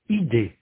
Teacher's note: Chacune de ces voyelles est pure. Il n'y a pas de mélange, de passage d'un son de voyelle à un autre. · Term: Voyelle non distinguée